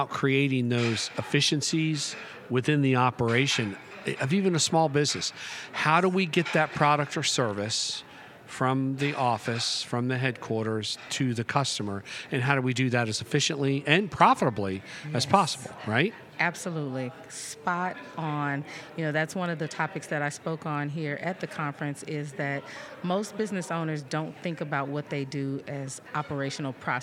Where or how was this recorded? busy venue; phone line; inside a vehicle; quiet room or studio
busy venue